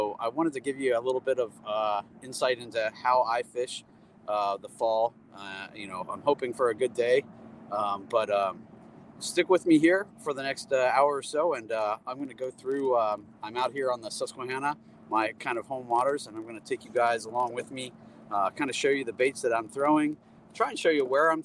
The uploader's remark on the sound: Comes at you live on the water as he runs you through how he approaches a body of water.